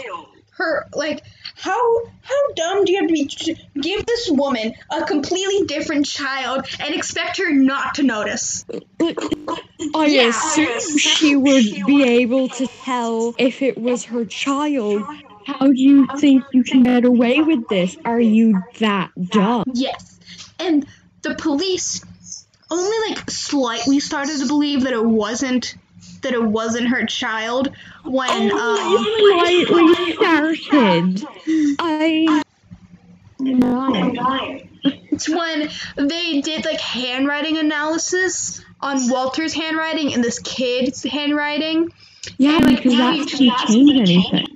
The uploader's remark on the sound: I highly apologize about the audio and the echo we're still trying our best to figure everything out.